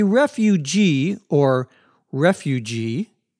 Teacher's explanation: either pronunciation is correct, whether the accent is on the first syllable or the last